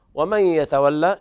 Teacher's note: إدغام بغنة ناقص لوقوع الياء بعد النون الساكنة